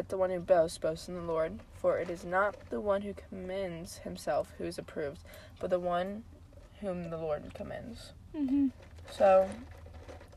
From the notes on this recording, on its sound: Welcome to Cozy Convos in the Car!